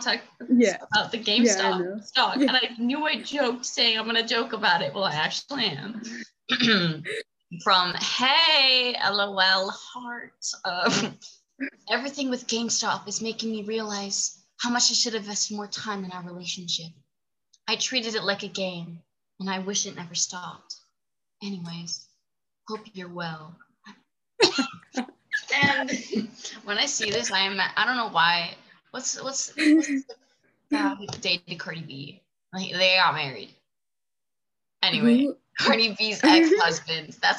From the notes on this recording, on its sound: meet for the first time(over zoom)